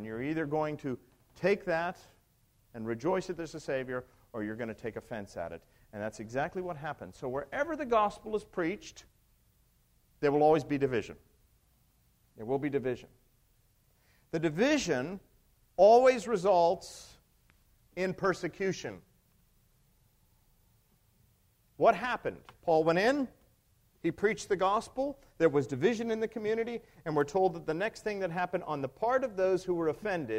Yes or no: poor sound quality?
no